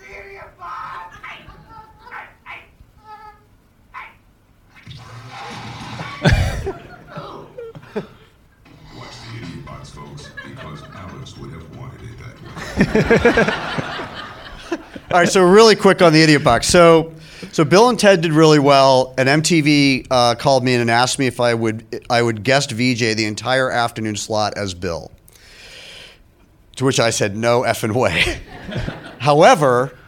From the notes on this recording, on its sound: Joined us live for a special IN CONVERSATION event at The Prince Charles Cinema. Joined us live for a special IN CONVERSATION event at The Prince Charles Cinema.